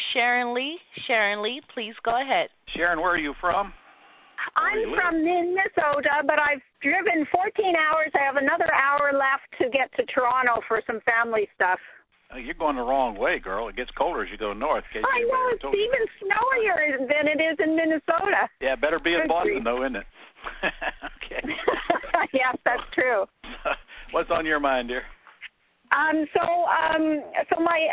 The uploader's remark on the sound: Q&A Call